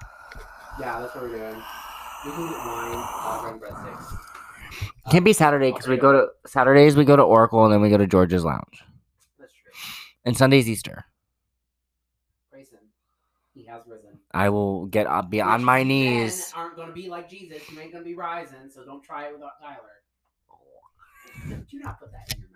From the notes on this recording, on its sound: Unfortunately, there are some audio difficulties as we tried something new.